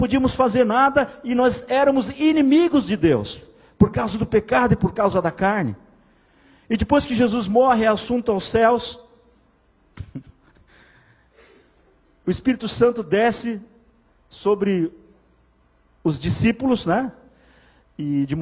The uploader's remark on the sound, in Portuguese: Em nosso Culto de Celebração. Igreja ABA Blumenau (Transmitido ao vivo).